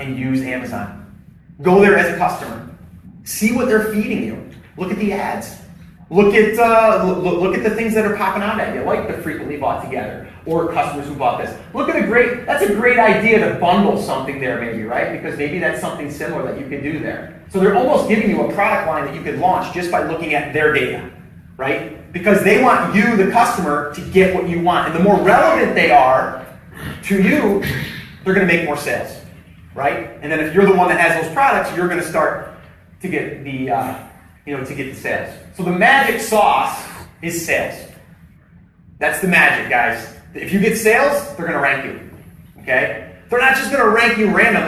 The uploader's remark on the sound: Live at Seller's Summit. It’s a recording of a live event.